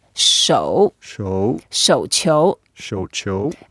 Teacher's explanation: it's a third tone, so we go down and up